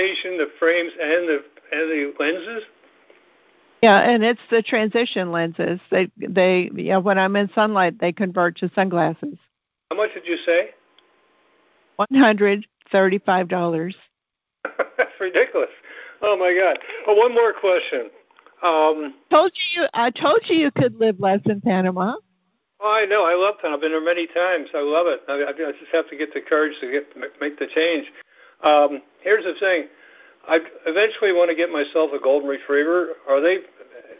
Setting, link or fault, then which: link, phone line